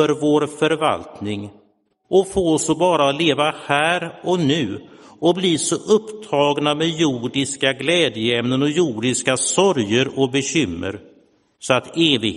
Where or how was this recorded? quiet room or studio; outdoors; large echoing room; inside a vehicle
large echoing room